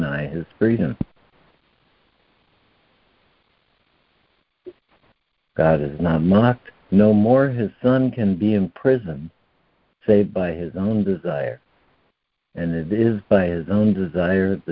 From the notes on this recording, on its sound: ACIM Daily Conference Call.